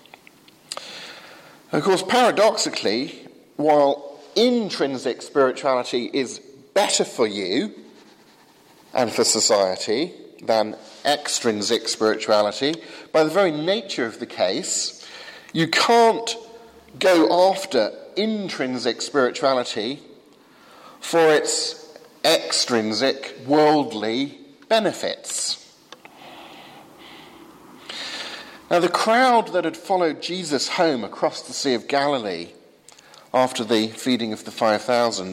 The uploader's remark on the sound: Sermon from 8 am service at Highfield Church Southampton